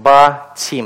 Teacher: И, возможно, влиянием диалектных различий и влиянием других семитских языков, поскольку слово «бет» оно очень общее, распространенное в семитских языках, то, возможно, влиянием других семитских языков и объясняется сохранение смычного произношения в форме множественного числа. Но при этом гласный остается долгим.